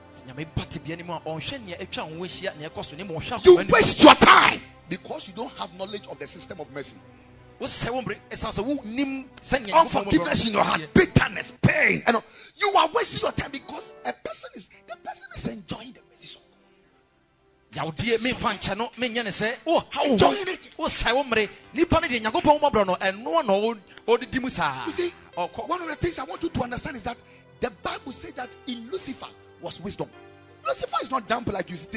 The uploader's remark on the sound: Preached at the Sunday Service